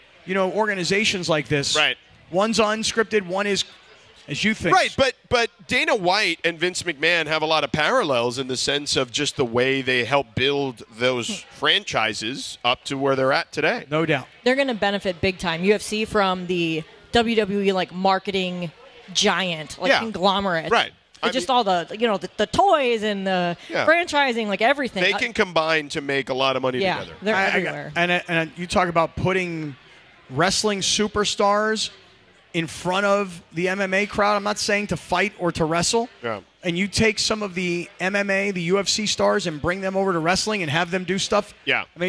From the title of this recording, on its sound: LIVE from Yaamava Resort and Casino